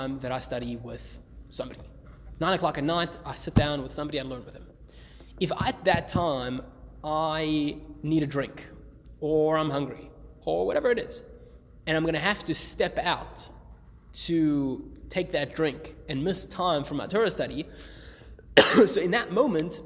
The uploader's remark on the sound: Recorded live at The Torah Center ATL.